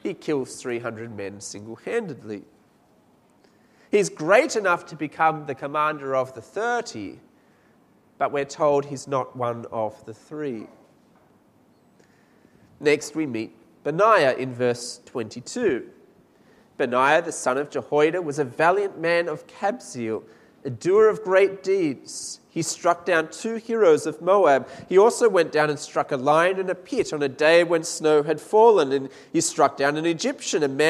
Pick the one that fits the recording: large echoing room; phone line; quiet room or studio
large echoing room